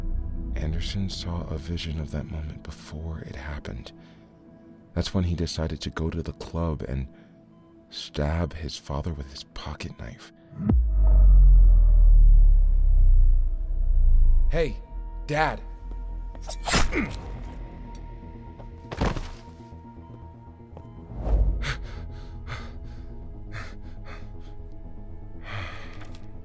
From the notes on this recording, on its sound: In the van.